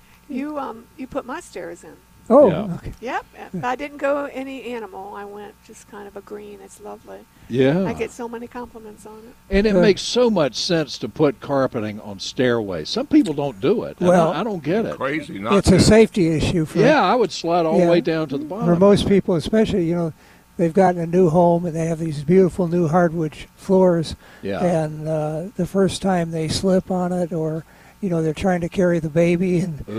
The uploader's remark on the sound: broadcasting live from Bell’s Carpet & Floors